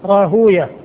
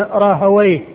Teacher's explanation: وكلمة براهوية هذه الألفاظ التي هي مخصومة بالواو والياء والهاء المحدثون ينطقون بها بهذه الصيغة، فيقول الراهوية بسكون الواو وضم ما قبلها وفتح الياء التي بعدها وسكون الهاء · Shown in: first take · راهوية. وأما أهل اللغة فإنهم يأتون بها مفتوحة الواو ساكنة الياء فيقولون راهويه، والمحدثون يقولون راهوية.